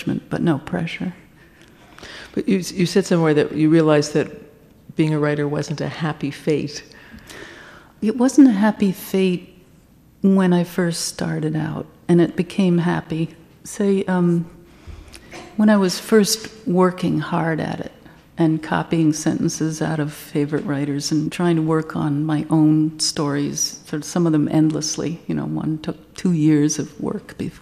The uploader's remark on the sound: on stage at the Blue Metropolis International Literary Festival in Montreal